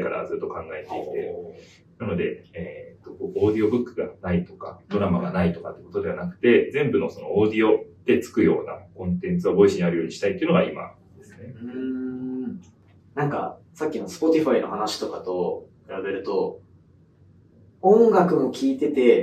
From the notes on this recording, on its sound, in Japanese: Voicyオフィスで出張収録！マイク収録うまくいってなくてスマホの音になっちゃったごめん。